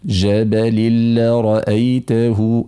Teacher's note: أنت عندما تقولين جبل لرأيته هذا تمطيط، يعني إدغام نعم تشددين نعم الحرف المدغم فيه دون تمطيط